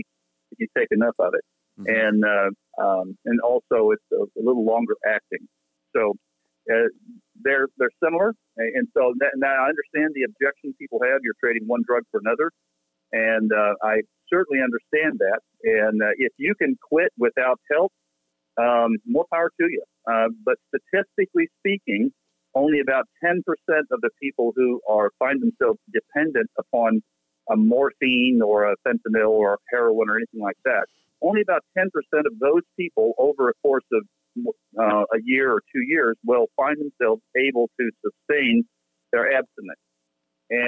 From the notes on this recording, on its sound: The team makes a random phone call